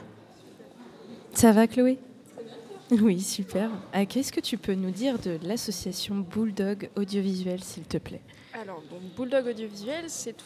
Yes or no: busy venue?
yes